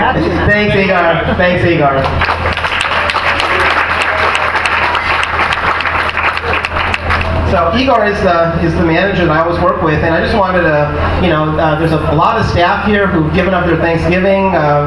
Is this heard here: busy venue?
yes